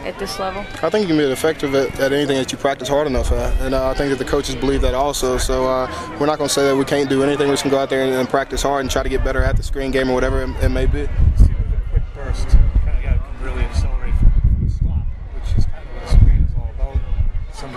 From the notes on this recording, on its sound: Live from Patriots Training Camp